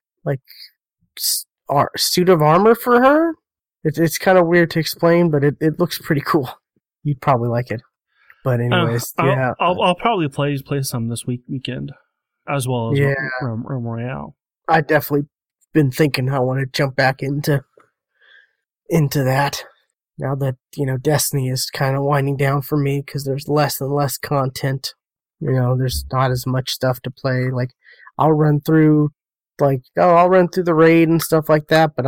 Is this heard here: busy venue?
no